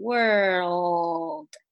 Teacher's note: 舌头是先往后发那个 r 的音 word，然后再往前发那个 l 的音 world